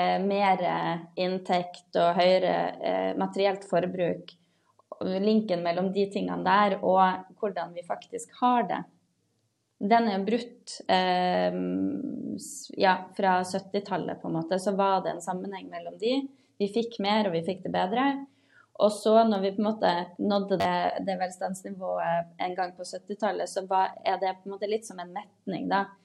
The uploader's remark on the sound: Live Zoom.